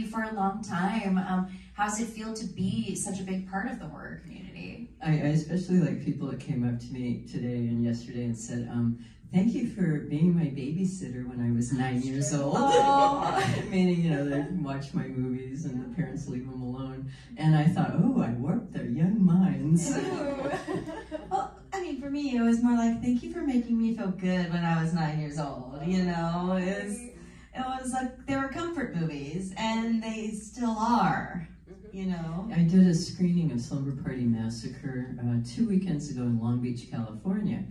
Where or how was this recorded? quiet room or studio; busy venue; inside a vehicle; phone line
busy venue